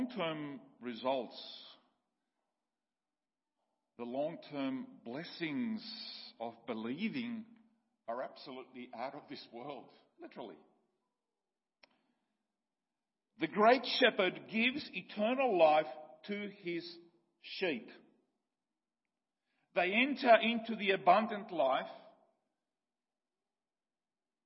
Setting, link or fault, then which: setting, large echoing room